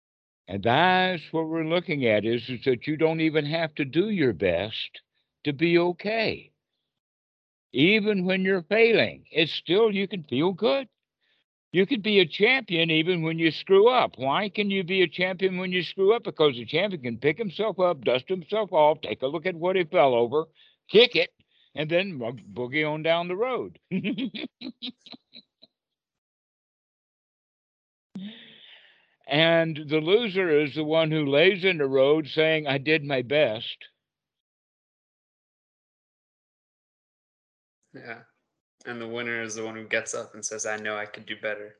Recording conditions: video call